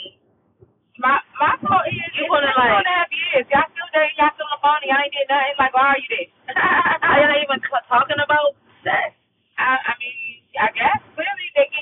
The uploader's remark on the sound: Apologies for the sound, we were on 295 recording this and the Bluetooth picked up.